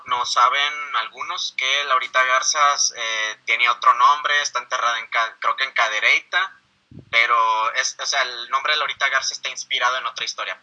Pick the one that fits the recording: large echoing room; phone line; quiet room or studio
phone line